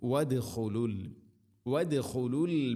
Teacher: വദ് ദാലിനെ ഖൽഖല ചെയ്യണം.